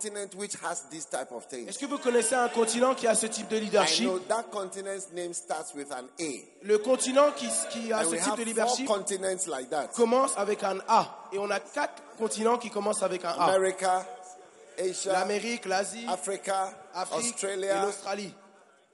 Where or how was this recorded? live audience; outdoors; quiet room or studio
live audience